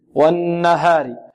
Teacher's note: الهاء هنا مرققة، والراء ماذا؟ مرققة كذلك